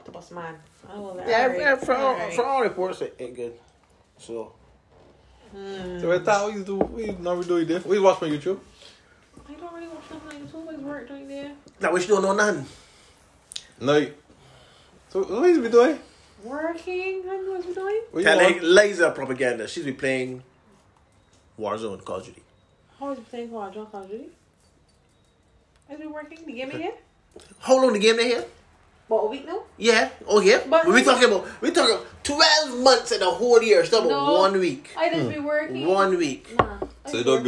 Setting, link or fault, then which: fault, sounds in the background